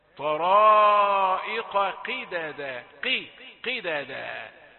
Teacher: ويكون في الخامسة اذا كان مكسورا مثل قي قي قيدادا التي امامنا، قيدادا، يبقى بعد ما تفخم القاف المفتوحة في الدرجة الثانية درجة عالية، طرائق، لا تأتي بالقاف المكسورة مماثلة في نفس الدرجة، لا، طرائق قيدادا، قي قيدادا، يبقى قاف مكسورة في الدرجة الأخيرة من التفخيم، ولا تصل إلى الكاف بطبيعة الحال، لا تصل إلى الكاف.